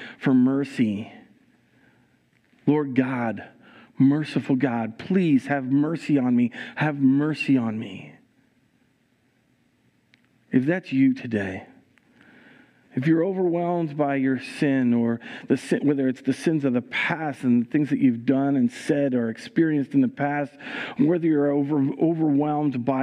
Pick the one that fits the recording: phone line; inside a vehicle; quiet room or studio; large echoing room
large echoing room